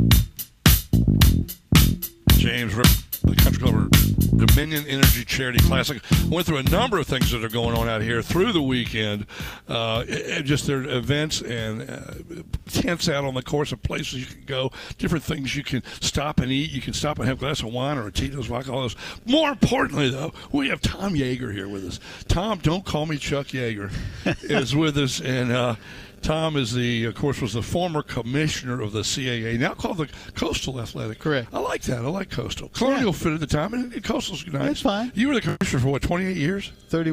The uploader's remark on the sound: live at the Country Club of Virginia for the Dominion Energy Charity Classic